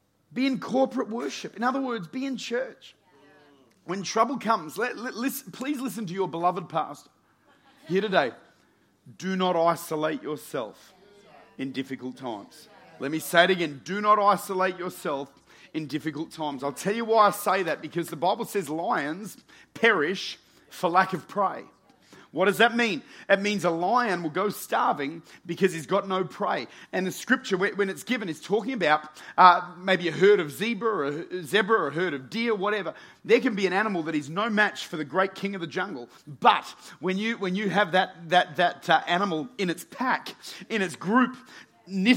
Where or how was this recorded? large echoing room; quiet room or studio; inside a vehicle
large echoing room